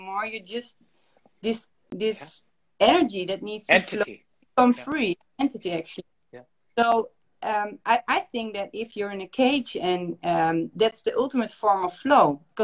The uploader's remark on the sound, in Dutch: Dit gesprek was eerder live op Instagram en nu dus ook hier als audio te beluisteren